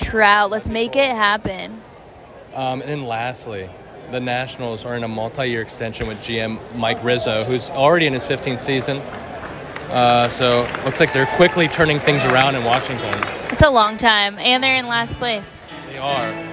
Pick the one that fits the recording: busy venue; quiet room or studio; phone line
busy venue